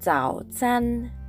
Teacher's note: ZAO 第3声ですので低く沈む音